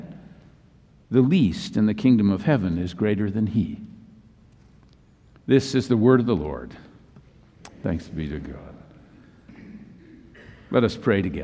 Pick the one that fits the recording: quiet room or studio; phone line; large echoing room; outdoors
large echoing room